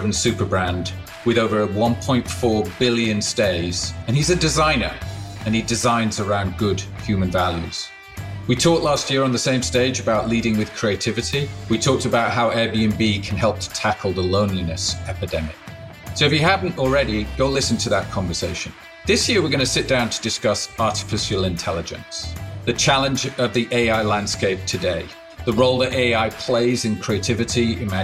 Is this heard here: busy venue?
yes